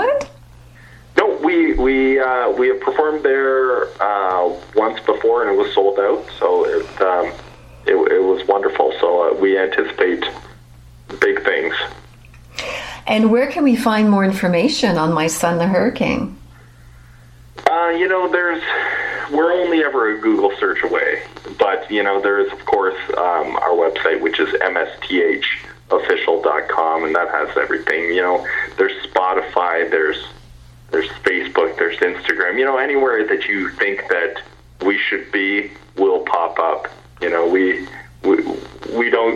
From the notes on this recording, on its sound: Guest via phone is bandleader and drummer.